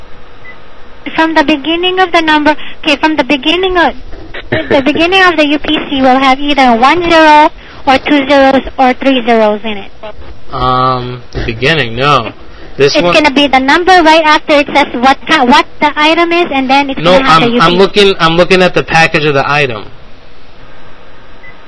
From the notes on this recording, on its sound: Prank Phone Calls Collection